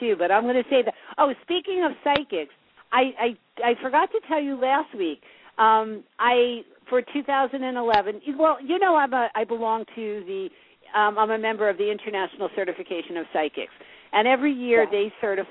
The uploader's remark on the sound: take your calls on the air - LIVE!